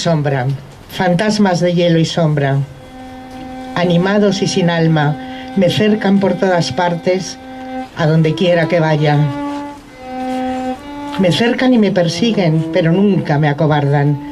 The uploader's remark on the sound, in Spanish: El audio del homenaje a las mujeres víctimas del franquismo que tuvo lugar en el Cementerio del Este de Madrid. El acto fue organizado por la Plataforma en defensa del Memorial.